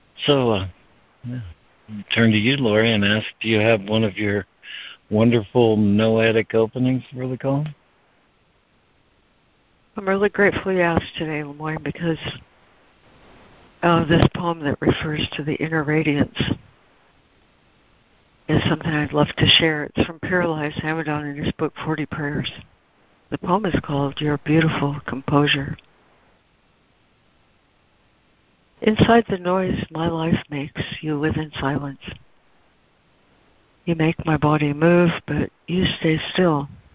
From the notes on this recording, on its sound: ACIM Daily Conference Call